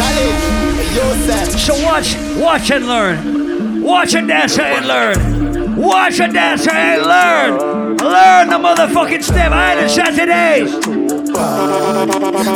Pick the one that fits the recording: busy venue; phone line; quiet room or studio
busy venue